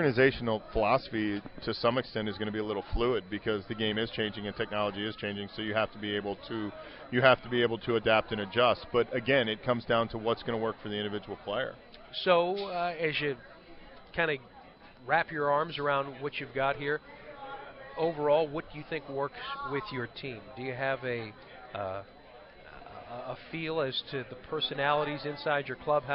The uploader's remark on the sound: LIVE from PiratesFest Friday night at PNC Park